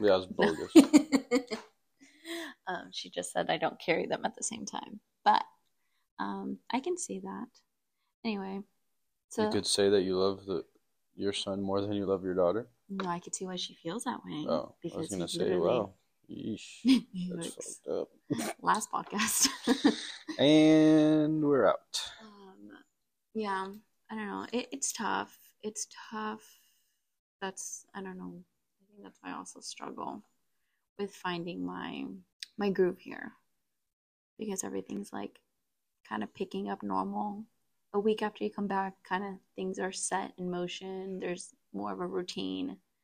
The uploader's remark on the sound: We had a few technical difficulties but we got through it!